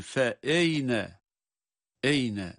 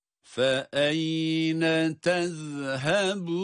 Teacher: Halbuki burası fe-e, fe-e, e sesiyle, yani imale sesine benzer bir sesle değil, fe-e, aynı e sesini ya'ya bağlamak suretiyle okuyoruz · Shown in: second take · Fe-eyne tezhebun.